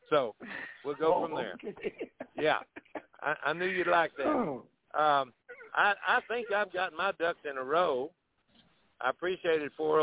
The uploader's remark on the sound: TNTSuperfantastic Conference Call